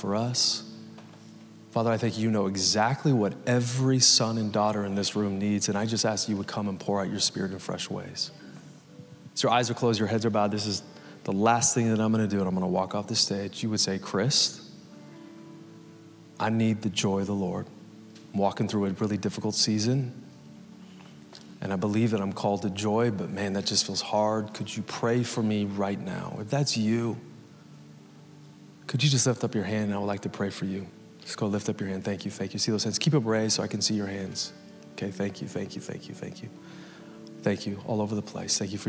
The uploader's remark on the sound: Recorded Live at Capital Church in Meridian, Idaho